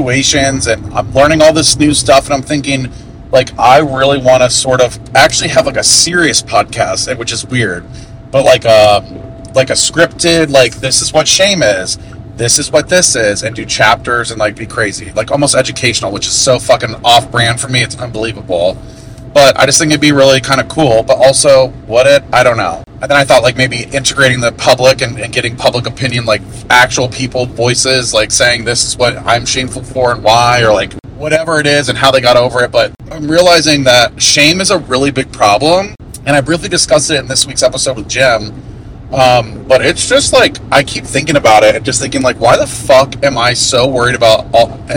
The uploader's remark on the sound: Audio is a little rough.